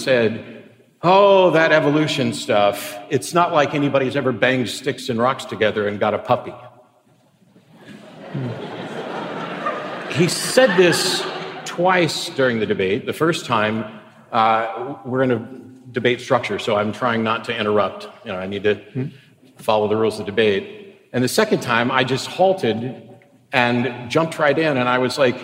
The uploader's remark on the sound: was recorded for the Making Sense podcast at the Orpheum Theatre in Vancouver on November 2, 2017.